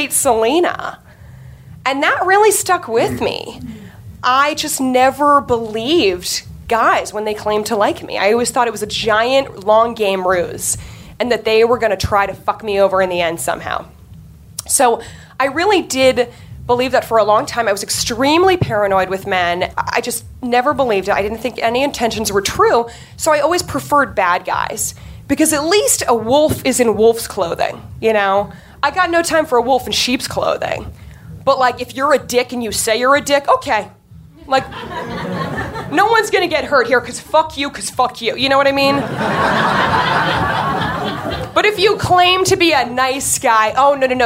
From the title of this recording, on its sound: Live From NYC Podfest 2014